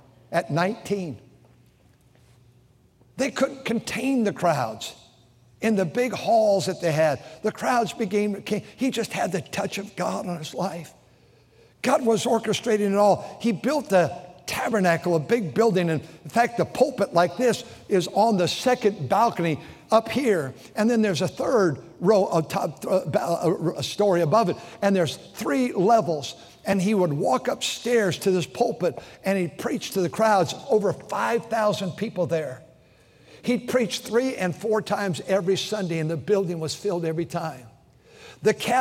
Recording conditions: large echoing room